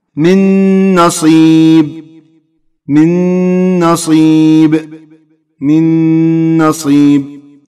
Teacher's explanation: عندنا الياء والميم والواو والنون الحرف الرابع والأخير أيضا إدغام بغنة نحو قوله تعالى من نصيب من نصيب من نصيب أضغمت النون ساكنة مع النون في كلمة نصيب صارت نون واحدة مشددة أيضا الإدغام هنا بغنة